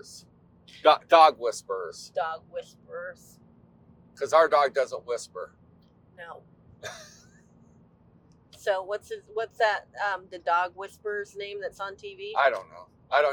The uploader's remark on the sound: We just turned on our microphones while driving from Florida to Indiana.